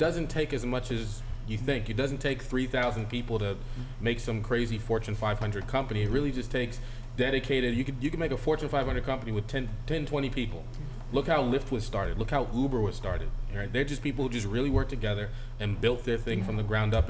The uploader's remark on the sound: This episode was recorded at the Africa & Market innovation event held at WeWork in Copley Square